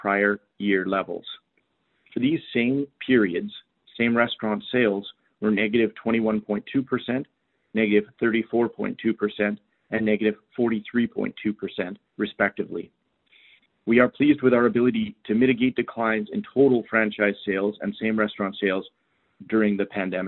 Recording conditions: phone line